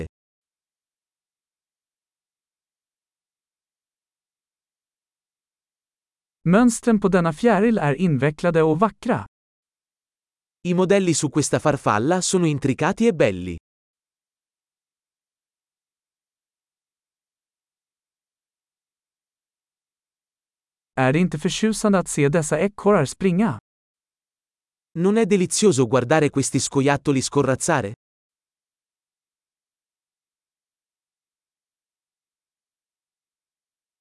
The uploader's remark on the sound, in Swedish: Ljudet av den porlande bäcken är terapeutiskt.